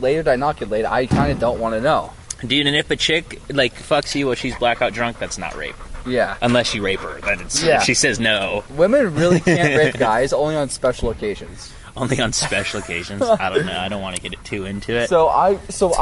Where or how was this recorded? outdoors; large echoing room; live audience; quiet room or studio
outdoors